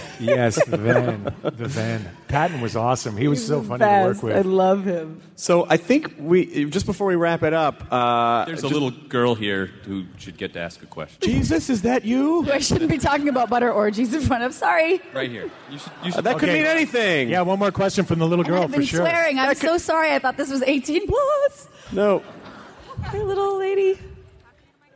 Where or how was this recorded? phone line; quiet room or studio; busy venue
busy venue